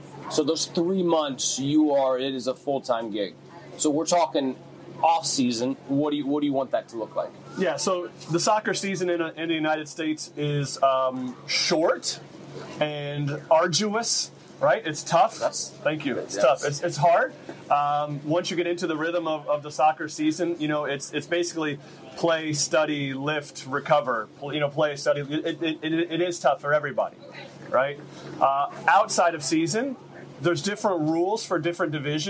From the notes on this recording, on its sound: Live from the International Rush Cup at the Rush Select Boarding Academy